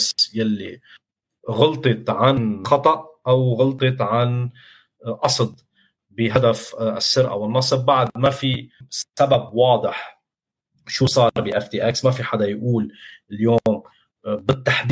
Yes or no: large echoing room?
no